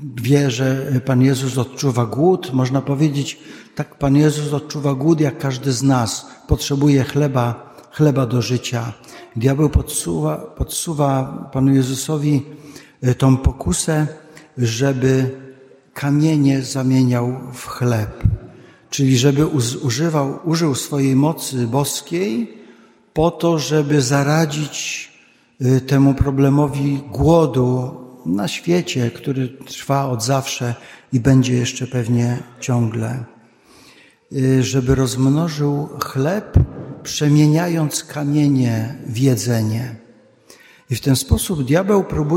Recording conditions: large echoing room